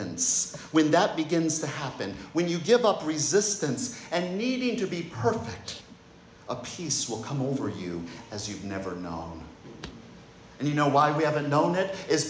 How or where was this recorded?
large echoing room